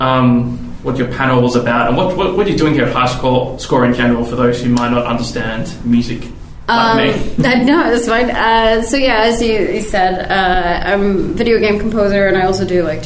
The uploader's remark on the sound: Recorded 6th October 2019 at High Score 2019!